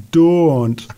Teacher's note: It's a flatter sound in Scottish, and it's don't. Don't, where it's rounder in English. I mean, in American English, I think.